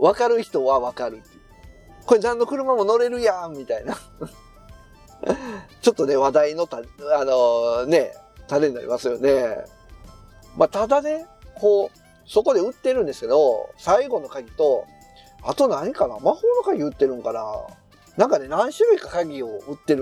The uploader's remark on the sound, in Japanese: 帰りの車中